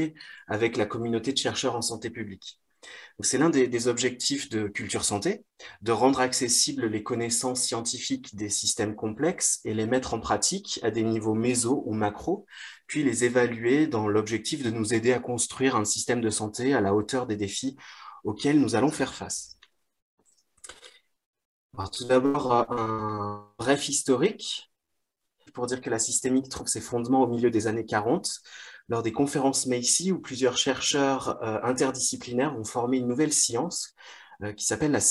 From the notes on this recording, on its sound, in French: Visio-conférence du collectif Culture Santé